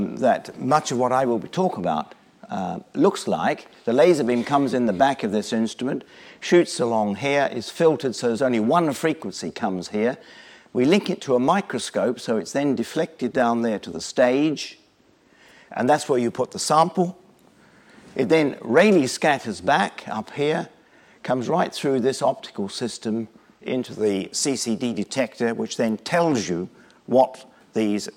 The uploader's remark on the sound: Lunch Hour Lecture on tour at the British Museum